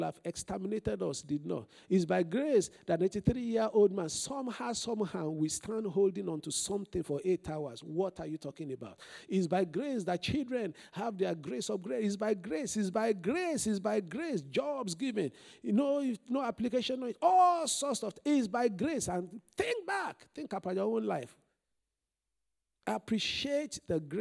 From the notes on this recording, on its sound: This Sunday Service message preached